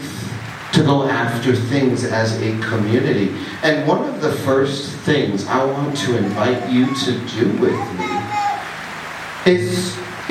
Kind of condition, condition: setting, live audience